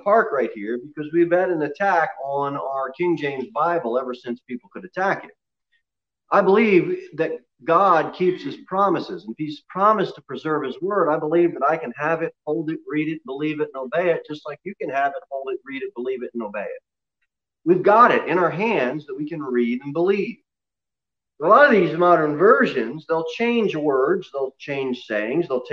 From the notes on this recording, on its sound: Sermon delivered at Pilgrim Baptist Church on Sunday, November 29, 2020, at 11:15 am. Jere Whitson Rd.